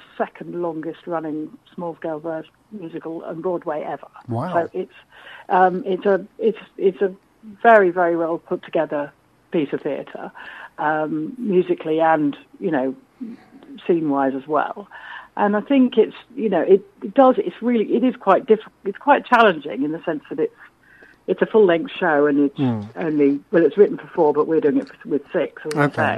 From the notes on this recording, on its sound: joined on the phone